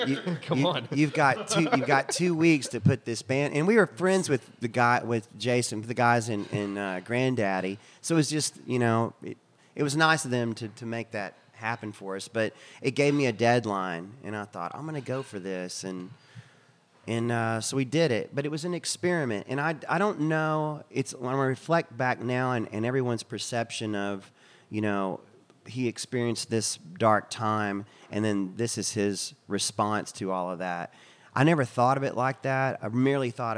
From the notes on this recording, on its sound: This was recorded in the cafe at the Black Cat, a venue located off of 14th St in D.C. Special thanks to the Black Cat for turning off the ceiling fan and the music they normally listen to as they craft their delicious meals. Seated at a booth.